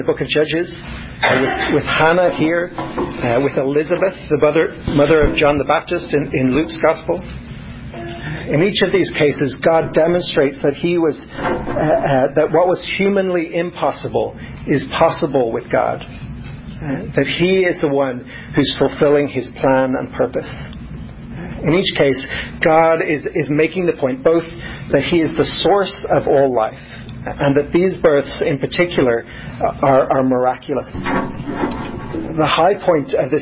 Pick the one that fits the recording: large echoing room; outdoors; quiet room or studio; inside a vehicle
large echoing room